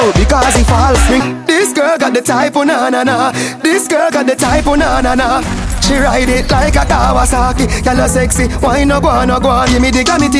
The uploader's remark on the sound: BIRTHDAY LINLK UP AUGUST 25th MT VERNON [no mic]